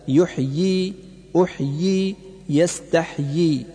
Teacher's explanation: رسمت كل من هذه الكلمات بياء واحدة وتقرأ بياءين، الأولى مكسورة والثانية ساكنة مدا طبيعيا